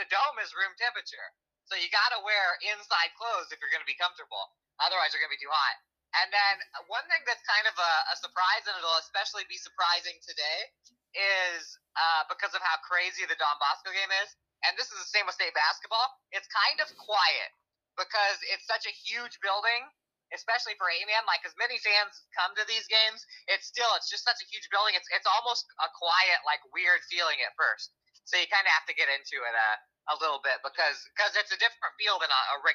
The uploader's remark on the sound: call in from the road